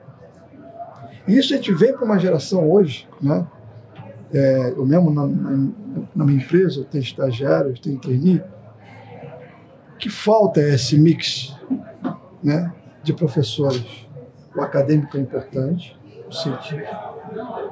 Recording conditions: busy venue